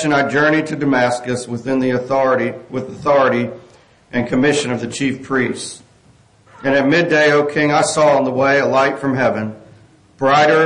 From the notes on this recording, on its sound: This sermon was preached on November 5, 2023 at Catherine Lake Baptist Church